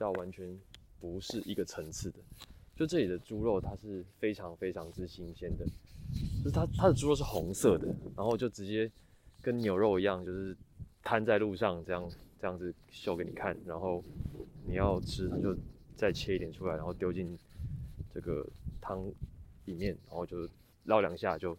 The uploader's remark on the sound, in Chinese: 本集在外散步時錄製，目前還在尋找最佳錄製方法與路線，但今天顯然沒有很成功，因此全程會有耳麥摩擦的聲音，請慎入。